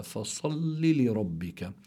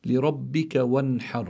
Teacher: الراء في كلمة ربك مفتوحة، لابد من تفخيمها، لأن الراء إذا كانت مفتوحة أو مضمومة تفخم، وإن كانت مكسورة ترقق.